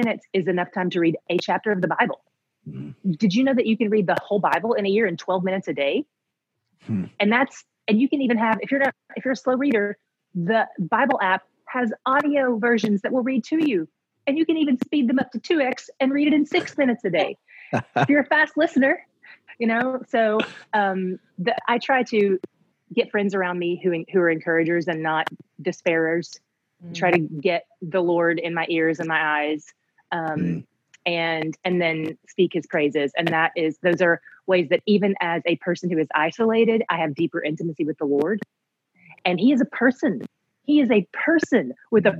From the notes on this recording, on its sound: This series was recorded as a series of live videocast events.